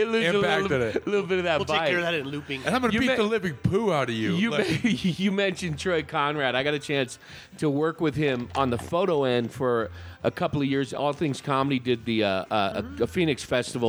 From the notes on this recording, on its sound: Recorded at Alpine Pizza in Flagstaff. Recorded at Alpine Pizza in Flagstaff, the best pizza in town!